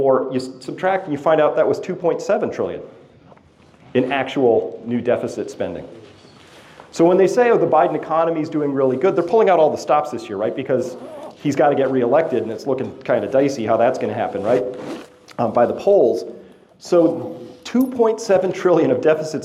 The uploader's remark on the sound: This is my live presentation to an audience in Phoenix AZ